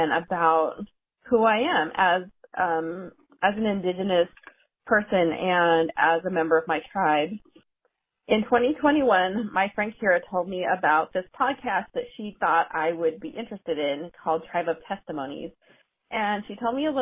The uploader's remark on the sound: These women called in to share some of their experiences.